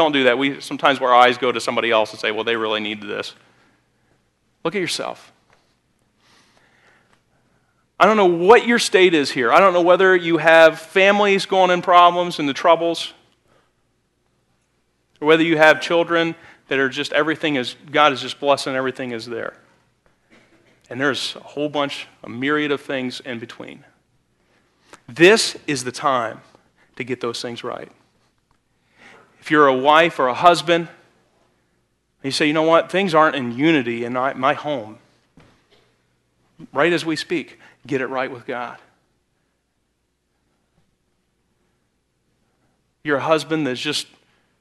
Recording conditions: large echoing room